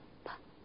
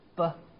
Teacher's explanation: 发 p 的时候嗓子不出声，而发 b 的时候嗓子出声 · Term: 浊辅音